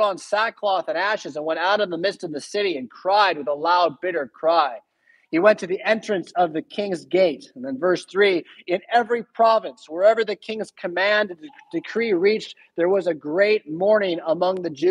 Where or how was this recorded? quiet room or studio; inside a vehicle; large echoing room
large echoing room